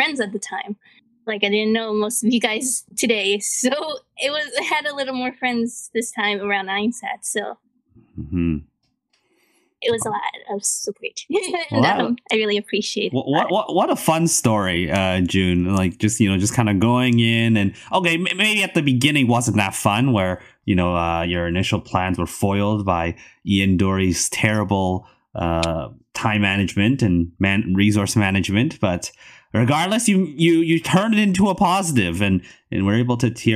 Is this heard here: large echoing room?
no